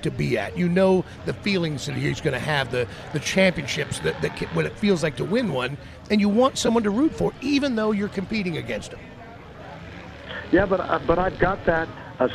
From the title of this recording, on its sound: LIVE FROM STURGIS